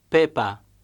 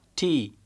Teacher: Tokpisin P, T and K are pronounced without aspiration, or a following puff of air